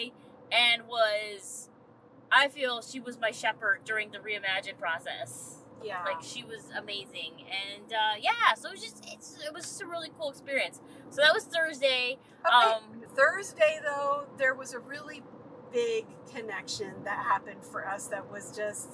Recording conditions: inside a vehicle